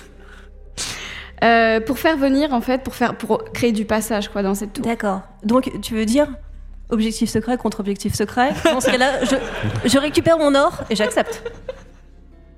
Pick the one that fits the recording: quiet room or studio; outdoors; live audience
live audience